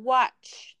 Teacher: watch, the last sound, ch, is a voiceless sound.